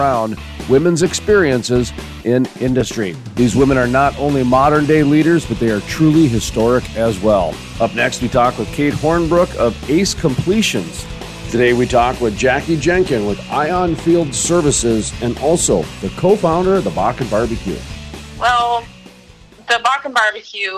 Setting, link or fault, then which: setting, busy venue